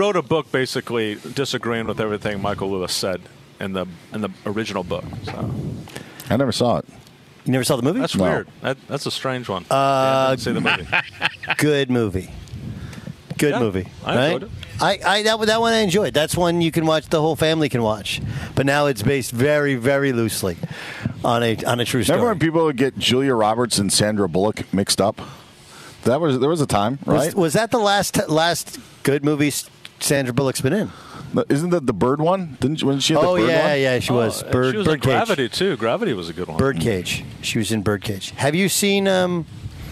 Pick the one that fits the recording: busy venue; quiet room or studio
busy venue